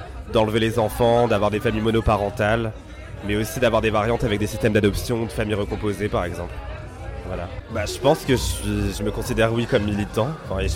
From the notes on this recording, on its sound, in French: Hors-série au Tri Postal - Balade sonore. Dans le studio éphémère du Tri Postal à la soirée Guérillères et Insoumuses. S’est baladée avec un enregistreur de stand en stand.